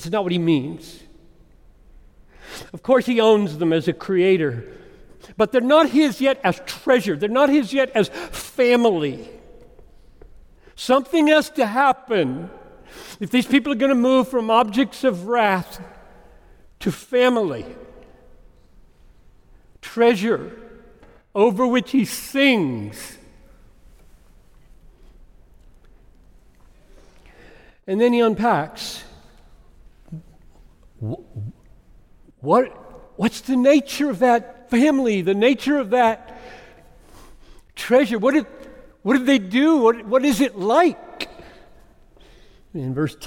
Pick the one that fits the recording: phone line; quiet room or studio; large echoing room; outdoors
large echoing room